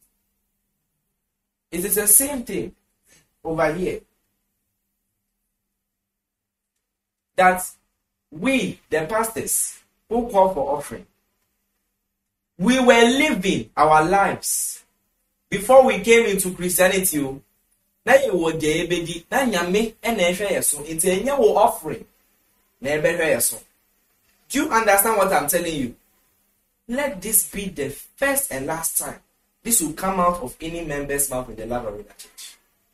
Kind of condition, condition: setting, large echoing room